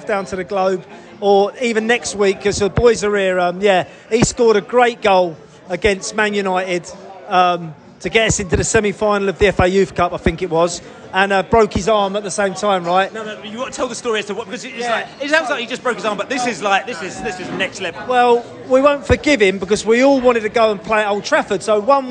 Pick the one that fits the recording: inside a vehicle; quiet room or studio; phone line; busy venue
busy venue